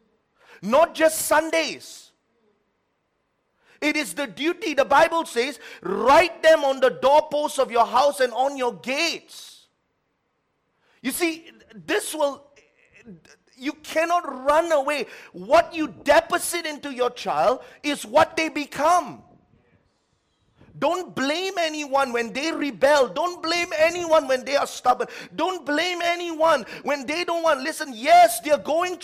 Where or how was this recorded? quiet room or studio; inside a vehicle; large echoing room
large echoing room